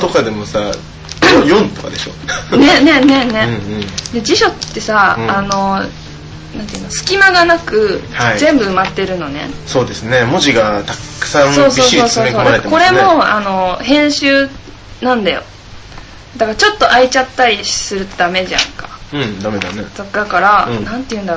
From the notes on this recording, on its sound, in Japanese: USTREAMの規約変更に伴い日常改善TVのアーカイブが削除されてしまうことになりました。音声が汚かったりとアナログ感があるのですがそこは目をつぶってください。